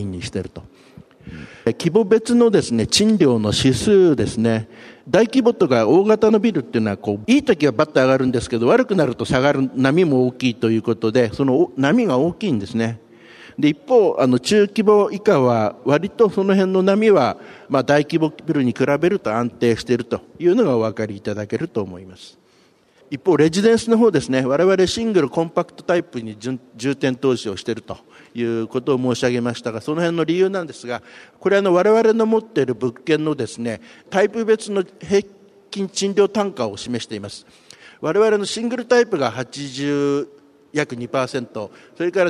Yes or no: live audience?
yes